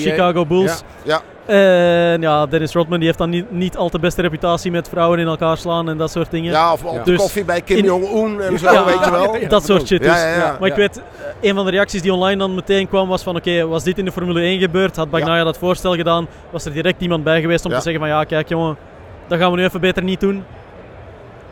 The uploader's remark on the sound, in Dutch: werd tijdens de MotorBeurs Utrecht opgenomen op de stand van het TT-Circuit